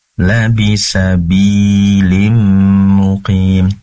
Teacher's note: maka tentu pembacaan adalah idgham bigunnah, masuk seraya mendengung. Labisabilim muqim, tadi b-nya tuh kayak ditasydidkan, labisabilim gitu ya, maka pastikan dialirkan saja.